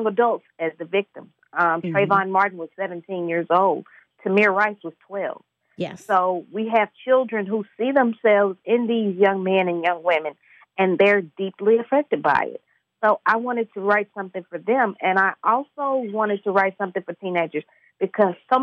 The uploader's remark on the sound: via phone line